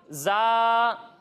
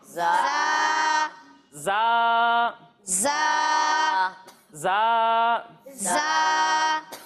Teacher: جب ہم اس حرف کی ادائیگی کریں گے تو اس میں سیٹی کی آواز آئے گی اور اسے ہم ایک الف تک کھینچ کر پڑھیں گے